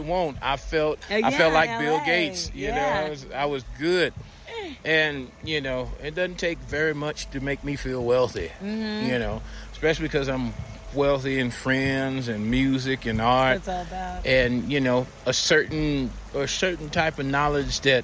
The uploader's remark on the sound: Telluride Blues and Brews festival. We did this interview on my cell phone next to a stream in the middle of the mountains.